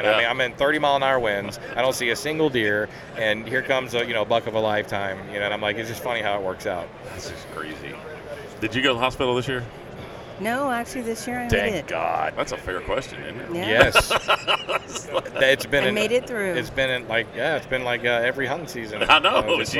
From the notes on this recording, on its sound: ATA 2020. At the ATA Show in Indianapolis, IN during the Browning Trail Cameras takeover of The Break Podcast.